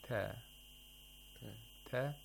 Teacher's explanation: So we have to approximate the place of articulation of ta. We bring the head of the tongue, which is used for pronouncing ta, really close to the gum line behind the upper front teeth.